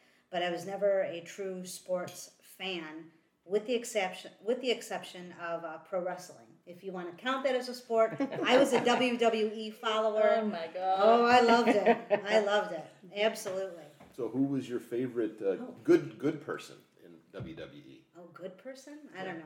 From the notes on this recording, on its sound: As this was recorded at the kitchen table our recording levels are a bit lower than normal so listeners may have to pump up the volume. Family dog Ellie, though not a mother, decided she wanted to be part of the discussion at one point.